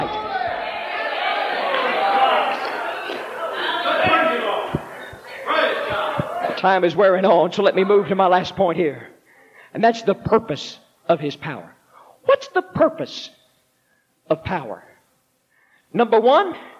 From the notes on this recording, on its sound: This powerful sermon was preached at the Mississippi Church of God Camp Meeting in March 1989.